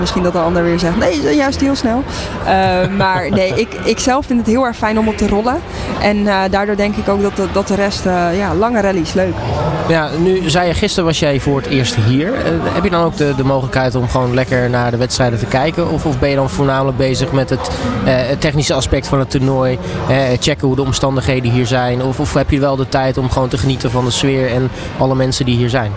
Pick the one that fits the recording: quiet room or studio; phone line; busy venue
busy venue